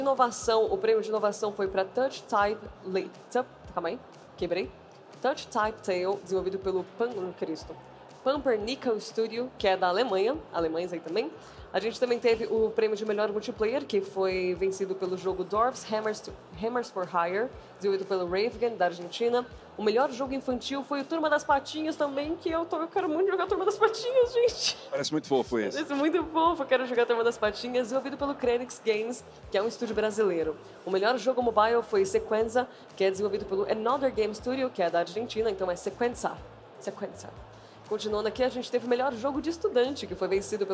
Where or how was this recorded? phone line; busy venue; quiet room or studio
busy venue